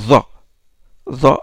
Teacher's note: L'intérieur, et vous avez la partie latérale les deux parties latérales de la langue, ils touchent les molaires, et les alvéoles des molaires, alors que le za, vous avez le bout de la langue qui est mis en jeu, c'est le bout de la langue qui touche le bout des incisives supérieures · Term: za emphatique